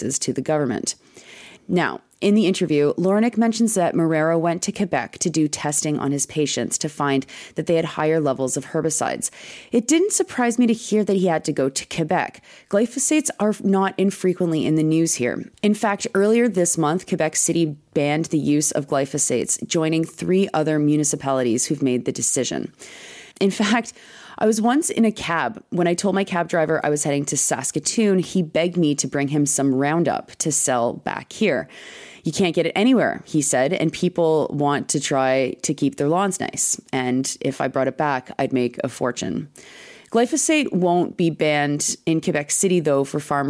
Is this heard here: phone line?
no